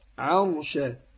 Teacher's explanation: رقق العين وروح مفخم الراء